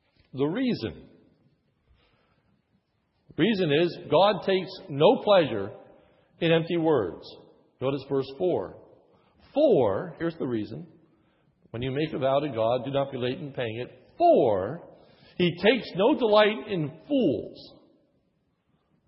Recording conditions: large echoing room